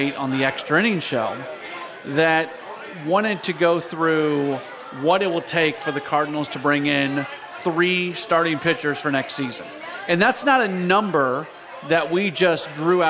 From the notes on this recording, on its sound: broadcast live from Hot Shots in Arnold, MO as part of the Michelob Ultra City Caravan